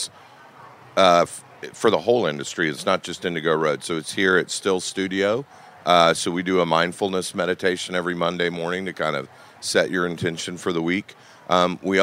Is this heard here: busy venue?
yes